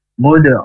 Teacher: Mud di sini munya langsung masuk ke huruf dal dan ada pantulan, ya, namanya qalqalah sughra. Mud'u huruf ain dari tenggorokan tengah dan karena huruf ainnya dhamma dan menghadapi wawu sukun maka panjang dua harokat mad tabi'i atau mad ausli.